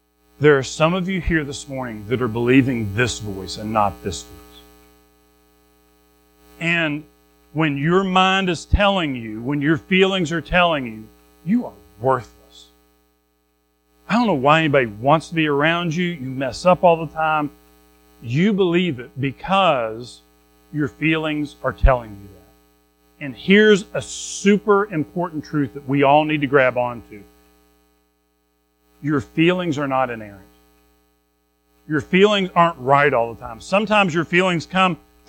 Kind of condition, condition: setting, large echoing room